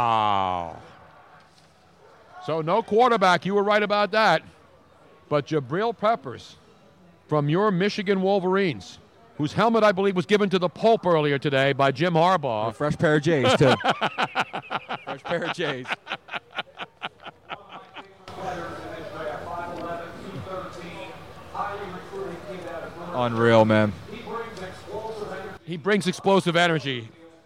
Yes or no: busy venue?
yes